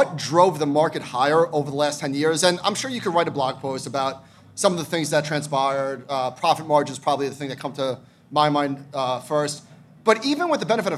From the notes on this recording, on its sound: are live at Future Proof!